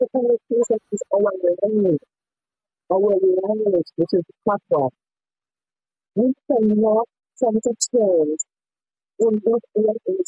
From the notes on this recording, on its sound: Bear with us y'all the audio was a bit shaky.